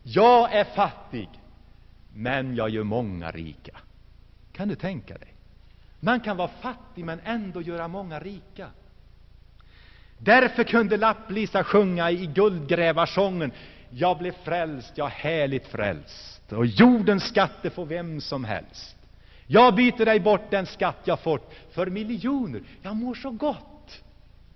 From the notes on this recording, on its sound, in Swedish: Inspelad i Saronkyrkan, Gšteborg.